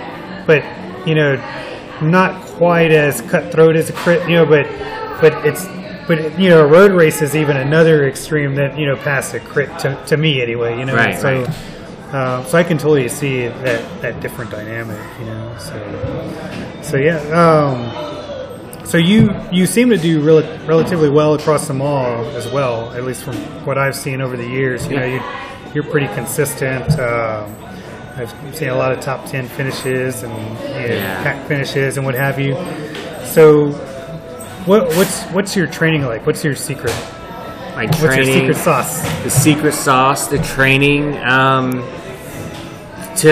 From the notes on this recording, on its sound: This episode was recorded in February at Toros Coffee Shop in Houston. This episode was recorded in February at Toros Coffee Shop in Houston.